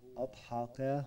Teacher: يعني الكاف تبين كاف، أول مرة بينت مثل القاف